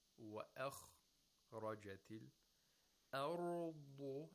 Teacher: وأخ the خا has تفخيم because it is a letter of استرلاء. The degree of the tafkhim is not so much because the kha is sakin. It has a sukun. It is unvoweled. · Term: second lowest level of tafkhim